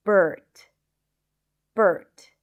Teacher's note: there is the stir sound that in American English, it is always associated with the R sound